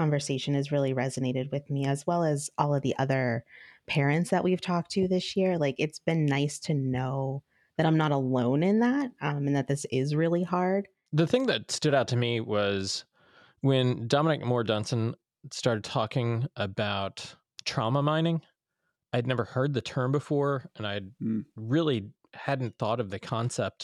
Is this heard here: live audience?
no